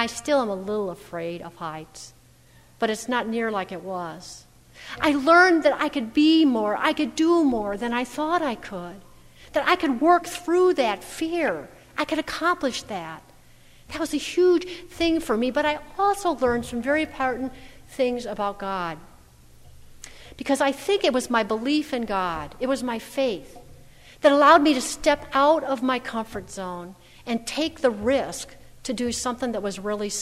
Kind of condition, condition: setting, large echoing room